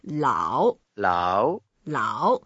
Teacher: Is the third tone. So you go down first and then up. And you can make it a bit longer to emphasize it.